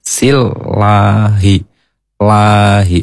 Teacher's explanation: sebelum Allah ini kasroh, maka pasti dibacanya A, ya jangan O. Dan tipis, silahi, lahi, lahnya tetap panjang.